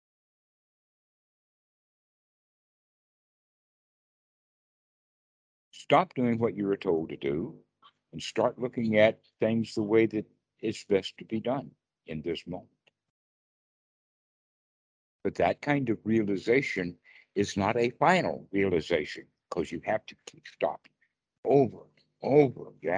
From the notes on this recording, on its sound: skype calls